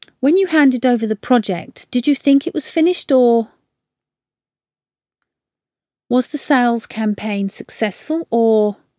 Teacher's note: Sometimes the word or is used with a rising tone and voice tailing off.